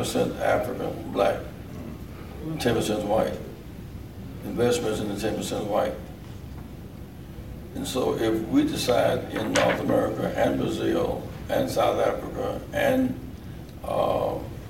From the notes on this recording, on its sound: Press Conference - June 14 2018 (PUSH Convention). At the 47th Rainbow PUSH National Convention in Chicago.